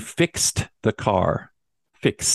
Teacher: instead of adding a d sound, we're adding a t sound, like a T.